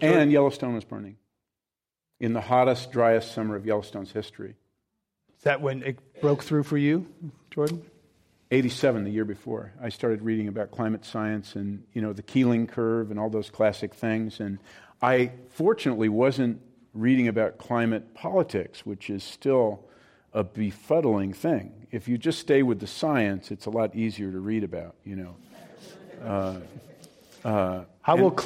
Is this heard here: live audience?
yes